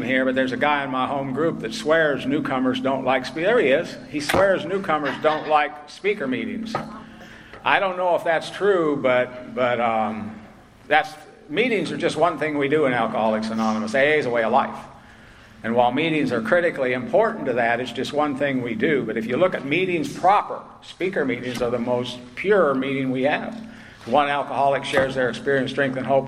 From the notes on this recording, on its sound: At Spring Into Action 2021. At the Spring Into Action Conference in Sanford NC.